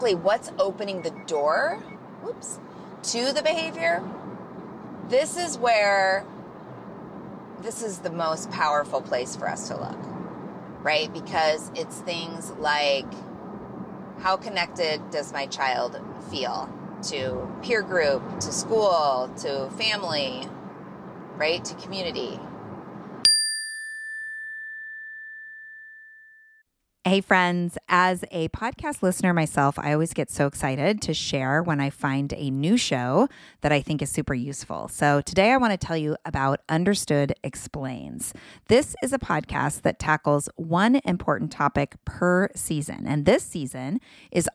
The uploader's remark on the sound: Solo show today – from the car…. Thank you for having grace for my audio quality this week!!